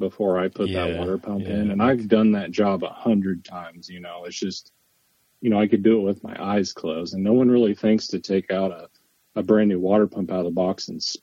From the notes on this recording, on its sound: joined over the phone